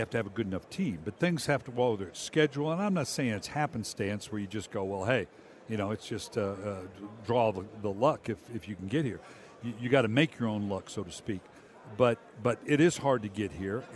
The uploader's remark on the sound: live from Super Bowl Radio Row